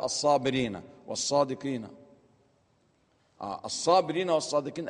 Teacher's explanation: الصابرين والصادقين اللام فيهما لام شمسية مدغمة